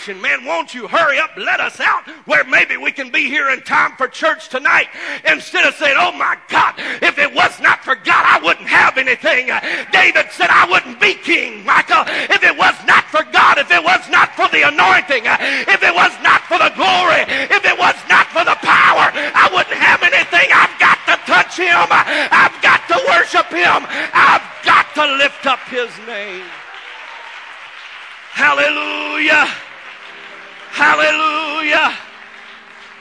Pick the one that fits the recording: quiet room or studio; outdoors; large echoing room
large echoing room